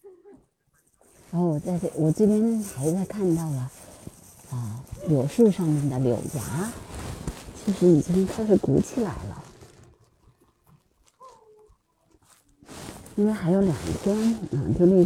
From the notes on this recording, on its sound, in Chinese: 这是我今年世界湿地日在颐和园录制的声音纪录片的部分剪辑。可以听出当时很冷，我的声音也带着冬日的气息。